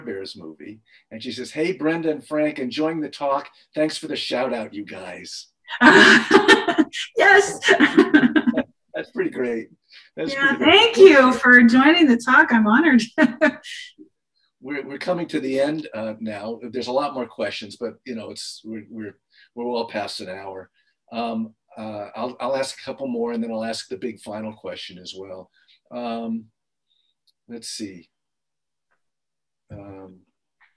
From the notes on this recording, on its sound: Took part in a virtual conversation. In this online session presented by VIEW Conference in partnership with ASIFA-Hollywood.